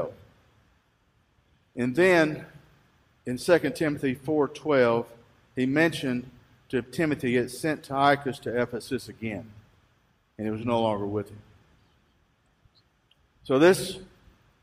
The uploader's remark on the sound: Recorded live at Freedom Fellowship church in Tontitown, Arkansas on Sunday, September 27, 2020.